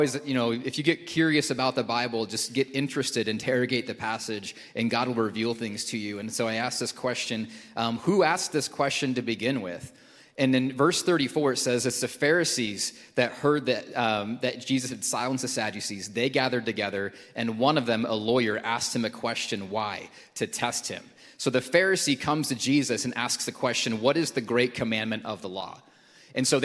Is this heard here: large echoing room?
yes